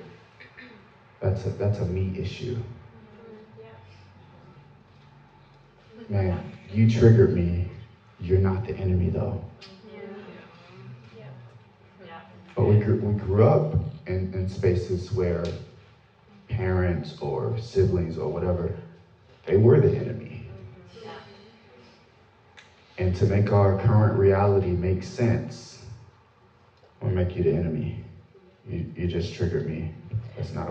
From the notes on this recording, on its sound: A two-part episode that we recorded when we spoke at an arts academy for creatives here in town.